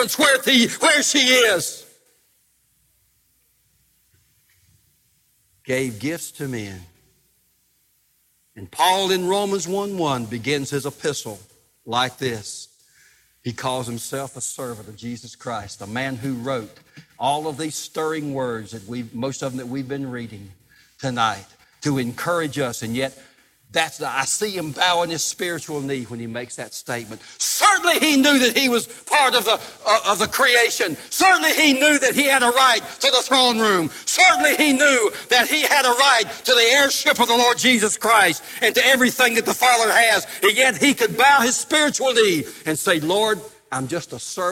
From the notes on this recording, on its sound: Live Service